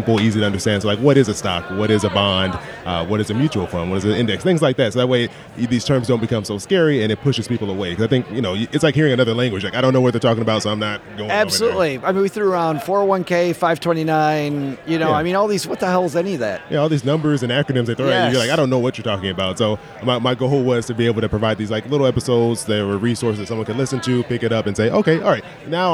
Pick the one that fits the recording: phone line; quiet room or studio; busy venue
busy venue